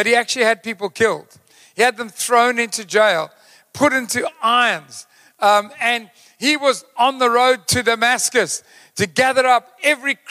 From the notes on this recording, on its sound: Recorded live on Sunday 16th July the 2023